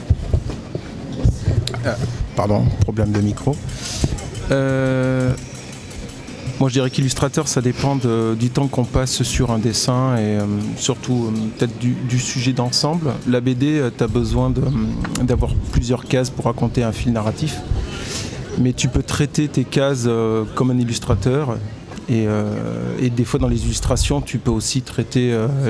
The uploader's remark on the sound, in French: Toute une émission en direct le 4 juillet de 9h à 18h à l'occasion du LIVRODROME qui proposa ce jour-là sur le quai Baluze à Tulle. Toute une émission en direct le 4 juillet de 9h à 18h à l'occasion du LIVRODROME qui proposa ce jour-là sur le quai Baluze à Tulle.